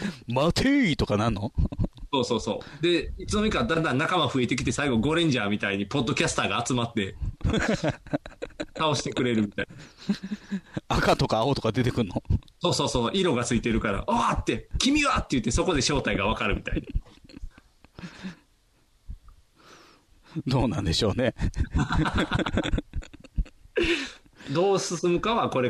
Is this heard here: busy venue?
no